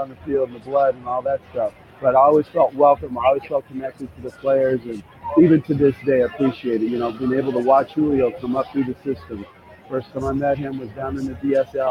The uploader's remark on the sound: Live once again from the All-Star Game in Seattle.